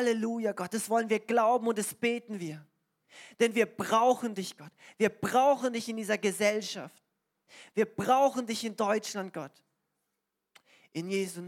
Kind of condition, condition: setting, large echoing room